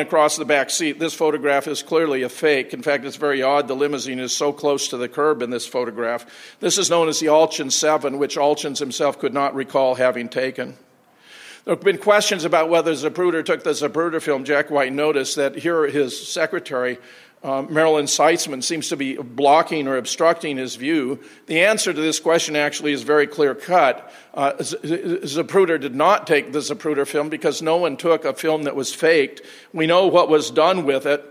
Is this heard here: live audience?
yes